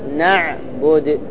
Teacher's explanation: يقول لك إذا كان الأخير حرف قلقلة تقف عليه بالسكون تقول نعبد قلقلة مع الإشمام نعبد وتضم الشفتين، يعني في قلقلة مع ضم الشفتين مع الإشمام